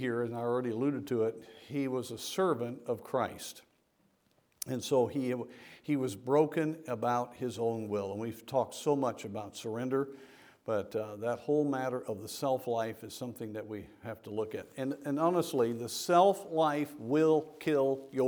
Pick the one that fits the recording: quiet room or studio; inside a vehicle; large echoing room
large echoing room